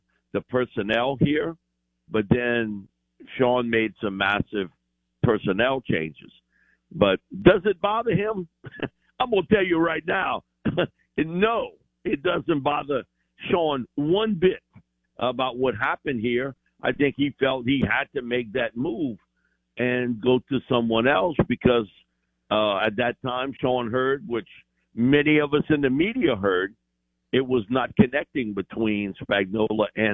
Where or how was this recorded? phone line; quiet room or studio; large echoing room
phone line